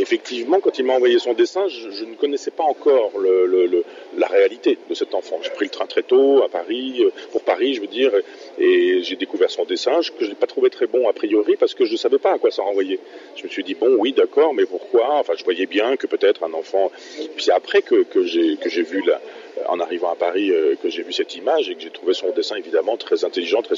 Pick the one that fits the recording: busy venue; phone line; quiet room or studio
busy venue